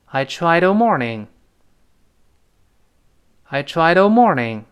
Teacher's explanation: morning 注意在美音中有个卷舌音